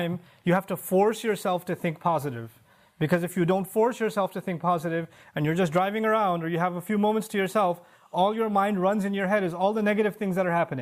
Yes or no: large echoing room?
yes